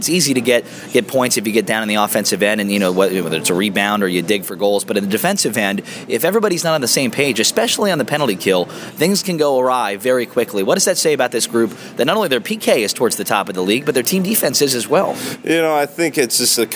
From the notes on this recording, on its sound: between periods on January 20 as Cincinnati battles Trenton!